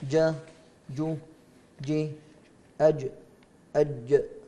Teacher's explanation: ننتقل إلى وسط اللسان، فيه مخرج واحد يخرج منه الجيم والشين والياء غير المادية. الياء المادية احنا قلنا من الجوف، الياء غير المادية، والياء يعني الياء المتحركة، الياء غير المادية هي الياء المتحركة واللينة، تخرج من وسط اللسان مع ما يليه من الحنك.